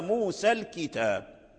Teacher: إذا وصلت كلمة بكلمة وفي الكلمة الثانية همزة وصل فالهمزة الوصل تحذف لا تثبت